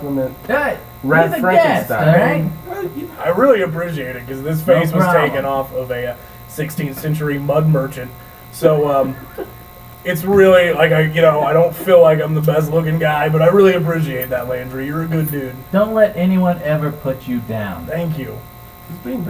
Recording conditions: hum or buzz